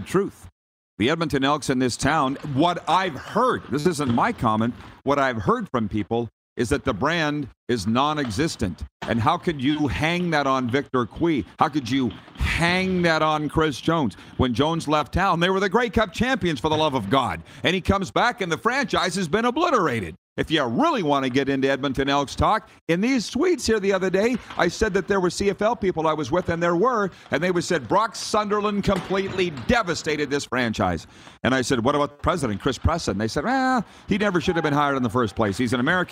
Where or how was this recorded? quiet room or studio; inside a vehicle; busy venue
busy venue